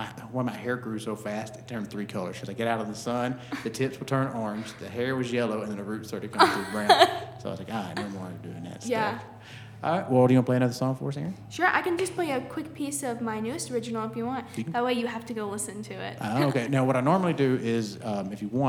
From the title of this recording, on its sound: live from the Oakhouse in Canton Ga